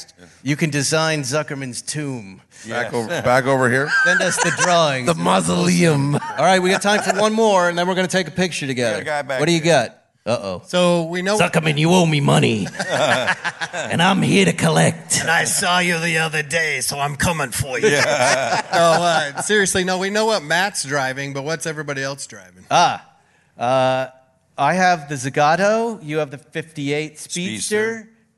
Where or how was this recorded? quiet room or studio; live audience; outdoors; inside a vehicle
live audience